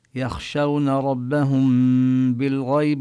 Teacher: يخشون ربهم هون ما بيحطوا على الميم الساكنة علامة الإظهار، لأنه الميم ما حكمها إظهار، حكمها أنها تخفى عند الباء